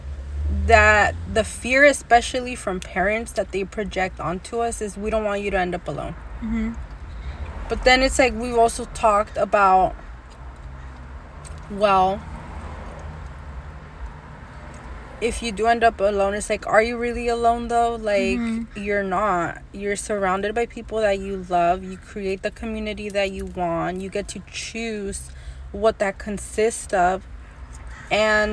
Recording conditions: sounds in the background